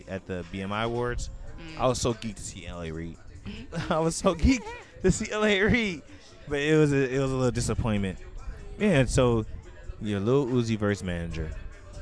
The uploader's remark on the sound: Live From Sweet Auburn Avenue Cypher.